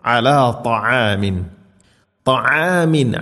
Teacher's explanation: നസ്ബിറ അലാ ത്വആമിൻ ഇവിടെ ത എന്ന അക്ഷരമാണ് പ്രത്യേകം ശ്രദ്ധിക്കണം ത്വആമല്ല ത ഇത്തുബാഖ് എന്ന സിഫത്ത് നൽകി കനപ്പിച്ച് ഉച്ചരിക്കണം നാവിൻ്റെ മധ്യഭാഗം അണ്ണാക്കിലേക്ക് ചേർന്ന് നിൽക്കണം